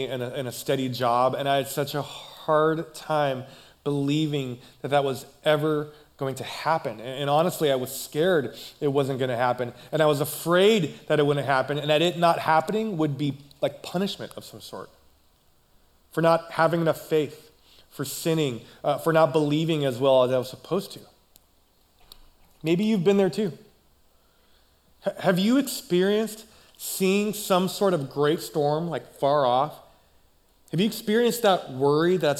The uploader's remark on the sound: Recorded live at CrossWinds Church on November 19th , 2023.